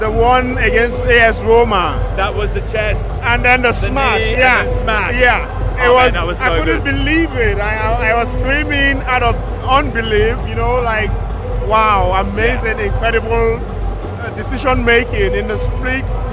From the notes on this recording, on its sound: Stadio Maradona Interviews with Nigerian and Argentinian journalists in the Tribuna Stampa. Stadium ambience.